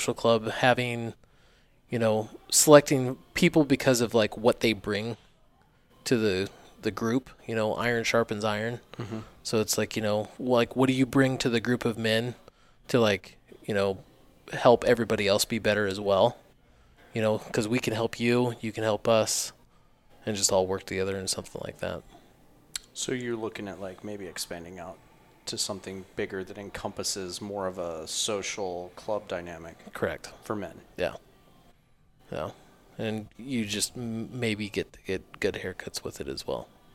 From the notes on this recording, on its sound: This episode is a taste of what an evening at Barclay & Hill sounds like.